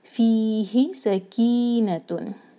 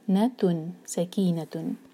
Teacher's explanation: سکی سین کو ہم وسلنگ ساؤنڈ دیں گے، سیٹی کی طرح آواز آنی چاہیے